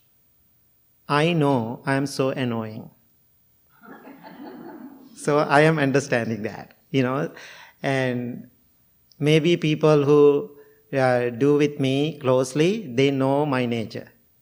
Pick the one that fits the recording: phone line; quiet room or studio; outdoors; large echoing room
large echoing room